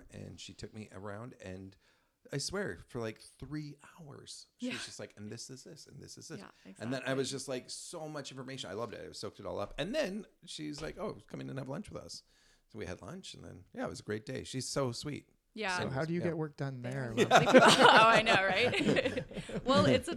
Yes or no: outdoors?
no